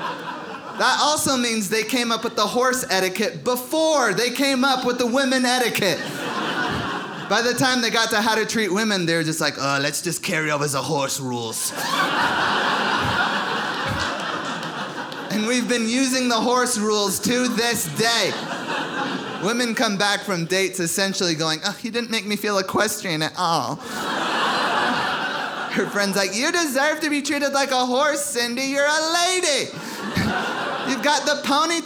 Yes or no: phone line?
no